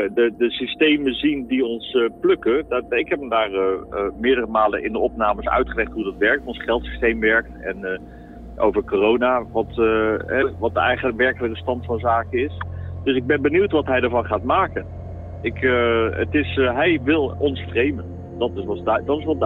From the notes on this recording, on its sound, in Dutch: Was er een speciale radio-uitzending dat verslag deed van het koffiedrinken in Amsterdam. Live op locatie bij het Museumplein. Verslag vanuit de studio.